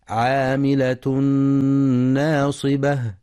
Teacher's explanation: وفي قوله سبحانه عاملة ناصبة، يخطئ بعضهم فيقرأ ناصبة بتفخيم النون ناصبة، والصواب ترقيقها